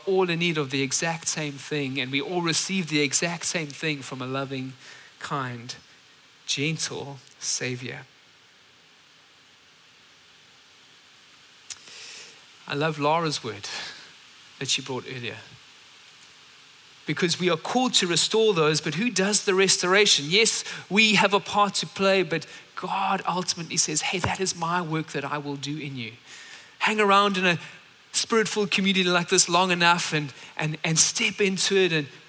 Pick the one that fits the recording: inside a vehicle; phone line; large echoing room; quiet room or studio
large echoing room